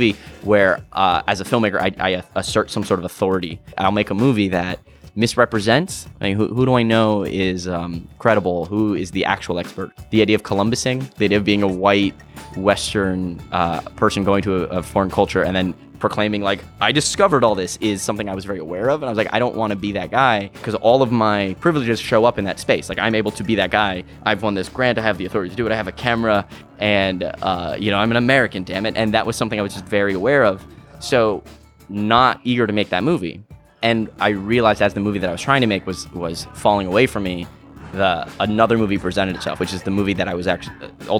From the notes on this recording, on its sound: Recorded at SXSW the day of his film’s premiere